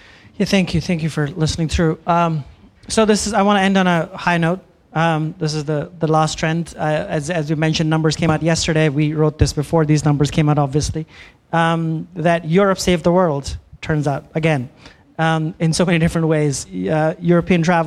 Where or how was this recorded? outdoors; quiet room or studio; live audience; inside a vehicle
live audience